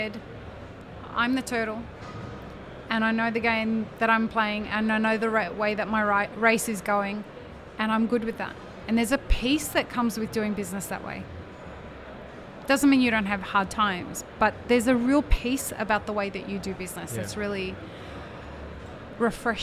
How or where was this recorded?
busy venue